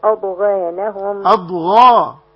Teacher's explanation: أعلى مرتبة في التفخيم لأنها مفتوحة وبعدها ألف